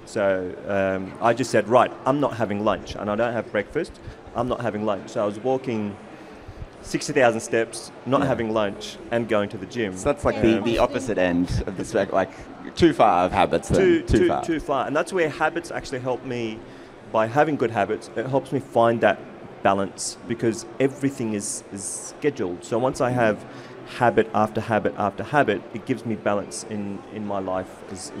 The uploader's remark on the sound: This was a live panel discussion at Accountex.